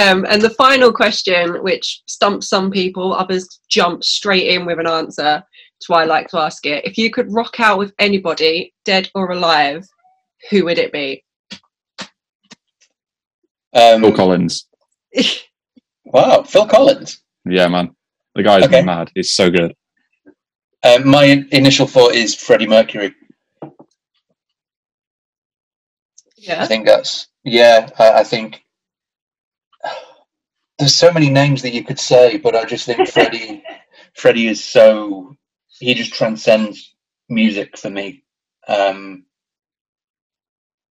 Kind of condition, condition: link, video call